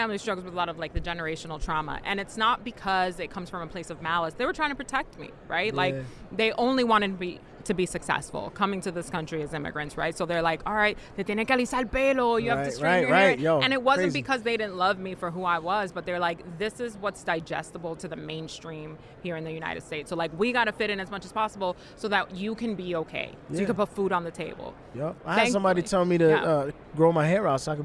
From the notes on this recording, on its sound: Live from Super Bowl LVII Radio Row.